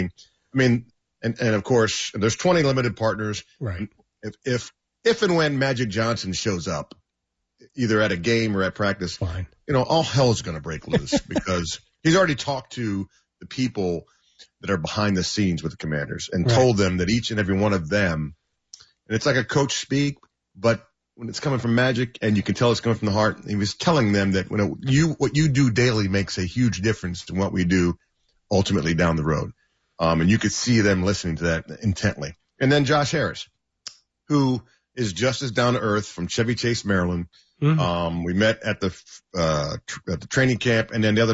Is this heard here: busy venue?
no